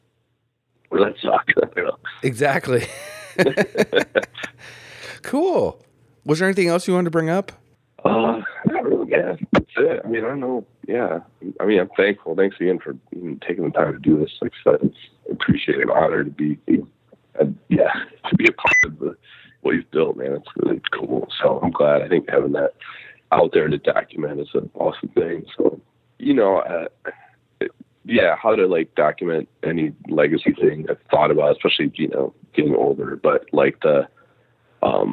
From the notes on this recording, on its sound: Audio issues thanks to cell phones and not being able to do this in person. You may hear some beeps. I also seem to have had a crazy cold but still did this interview so I sound a little stuffed up.